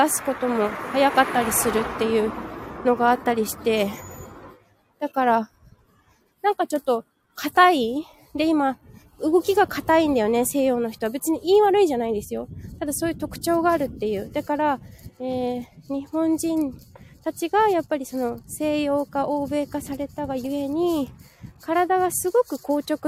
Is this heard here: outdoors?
yes